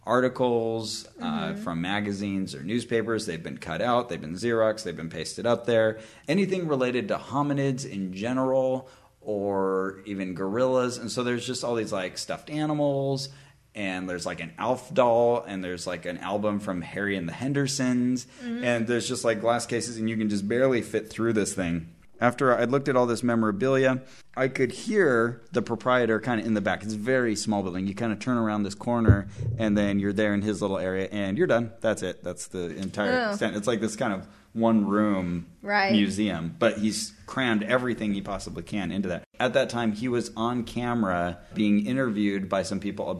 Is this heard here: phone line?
no